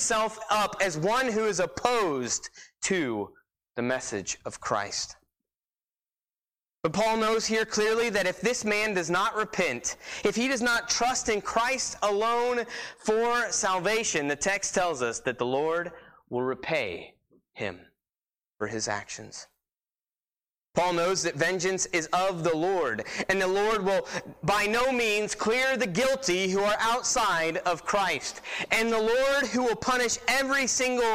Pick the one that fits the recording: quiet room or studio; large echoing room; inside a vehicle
large echoing room